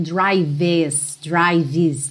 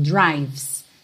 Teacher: É como se você fosse mesmo do V direto pro S, tá? Você não vai passar pelo E no som. · Shown in: second take